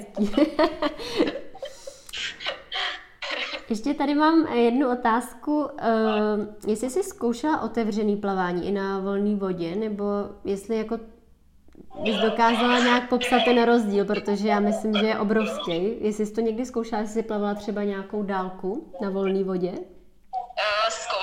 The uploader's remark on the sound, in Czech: Záznam IG live streamu.